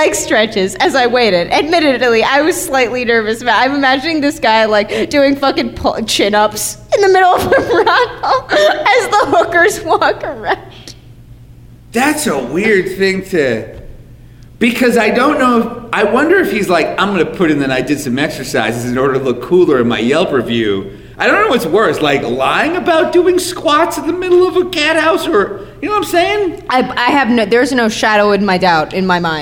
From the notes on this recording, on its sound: Coming to you live from the Lutheran Friends Church in Detroit, Michigan.